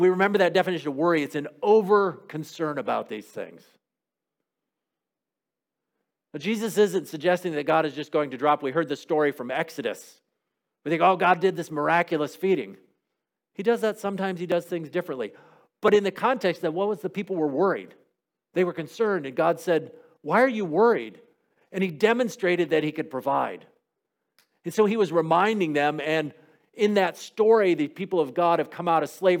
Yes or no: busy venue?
no